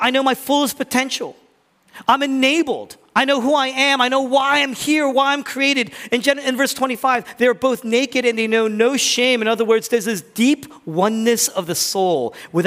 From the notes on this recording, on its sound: originally preached in East Falls, Philadelphia